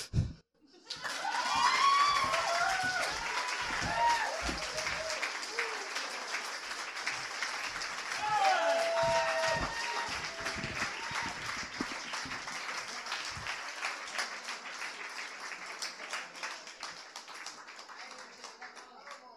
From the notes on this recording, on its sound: Open-Mic & Slam. You get the Open-Mic and Poetry Slam in one episode.